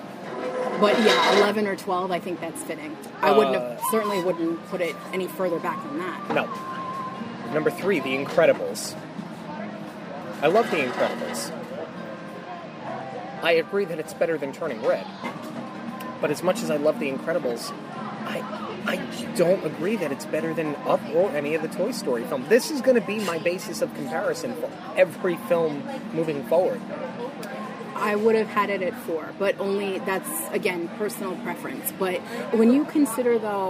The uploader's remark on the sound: We are taking the show on the road, recording live from Baseline Taphouse at Disney's Hollywood Studios.